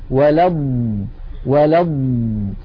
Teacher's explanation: ليس في الضاد فراغ صوتي، وإنما هو امتداد لصوتها، لكن هذا الصوت ضعيف. ولض ولض، فالصوت يجري واللسان يتقدم قليلا إلى الأمام. · Term: صفة الاستطالة